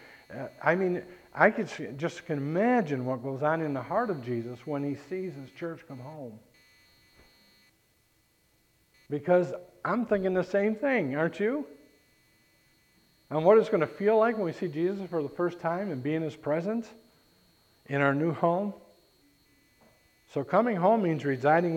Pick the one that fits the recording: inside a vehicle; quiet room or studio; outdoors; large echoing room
large echoing room